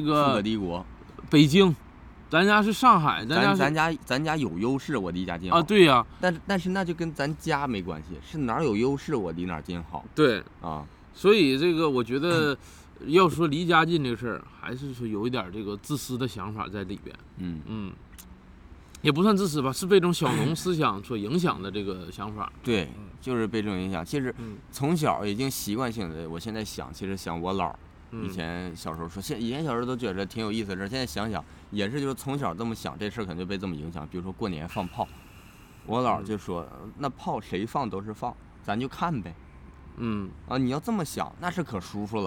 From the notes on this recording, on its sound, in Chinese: 这一期我俩录制条件有点特别，在公园录的，过程中刮风又下雨的，大家听着可能会有点奇怪。